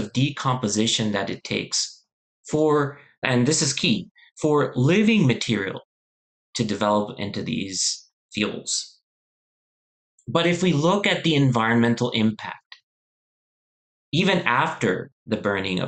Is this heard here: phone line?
no